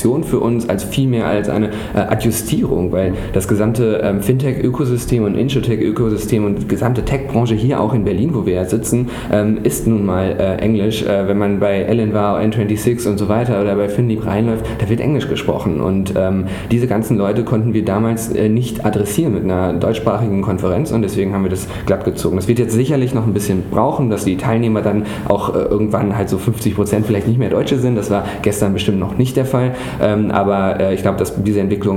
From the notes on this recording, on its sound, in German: Digital Finance Conference der Bitkom. Live vor Ort zu sein.